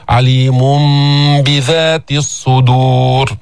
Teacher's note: إقلاب التنوين اللي هو نون ساكنة ميما عند الباء، الباء والميم من نفس المخرج، فأسهل أنك تقلب بدل ما تقول عليم بذات، الأسهل تقول عليم بذات الصدور.